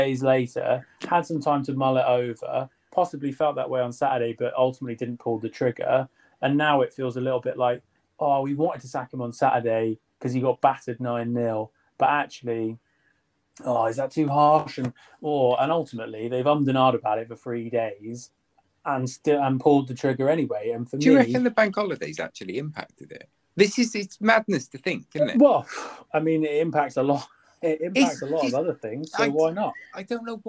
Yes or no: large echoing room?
no